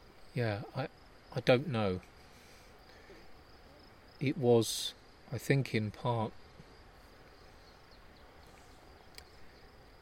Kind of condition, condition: setting, outdoors